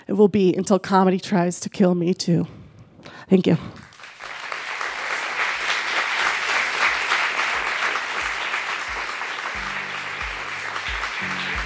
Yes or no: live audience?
yes